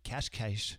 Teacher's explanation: the Portuguese, many of their S sounds are sh sounds